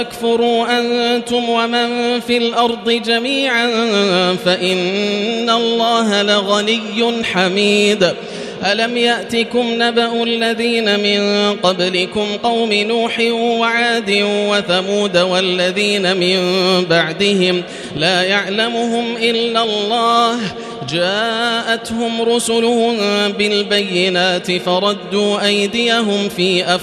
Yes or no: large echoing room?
yes